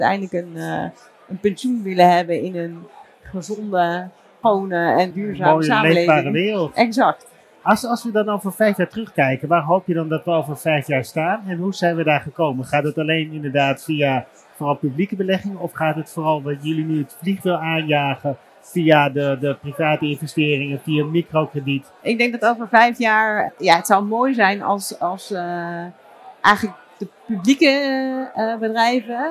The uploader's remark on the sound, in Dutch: live vanaf het cardano-podium op Fund Seminar 2023